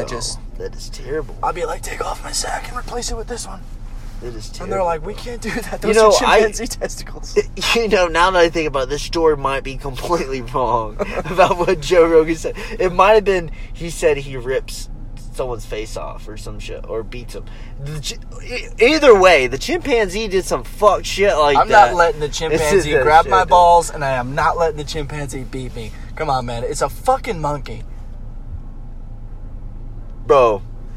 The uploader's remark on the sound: driving and laughing some more in this one!